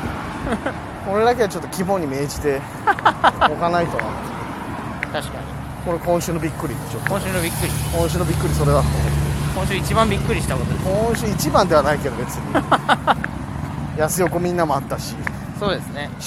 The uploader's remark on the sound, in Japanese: 今回は歩きながらのお話し。